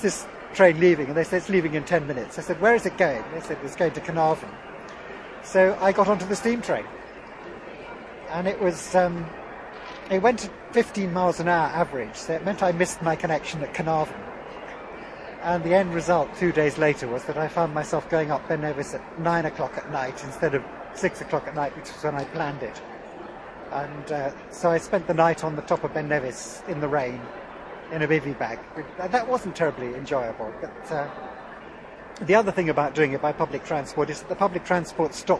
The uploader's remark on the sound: The recent Outdoors Show at Birmingham’s National Exhibition Centre gave us an ideal opportunity to catch up with old friends who we normally speak with over scratchy telephone lines.